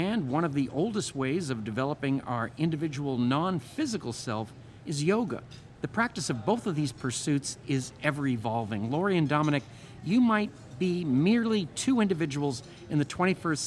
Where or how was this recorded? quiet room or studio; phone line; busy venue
busy venue